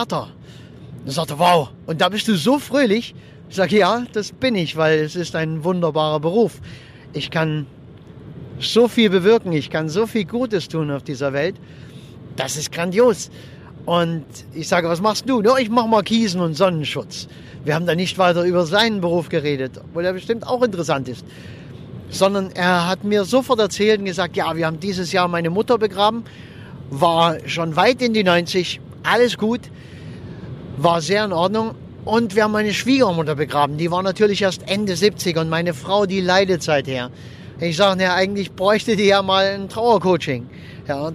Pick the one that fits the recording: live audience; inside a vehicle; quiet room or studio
inside a vehicle